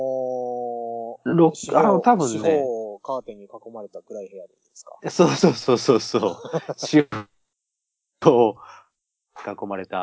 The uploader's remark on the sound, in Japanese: 今回もスカイプの収録ですが、ちょっと音質悪目でございます。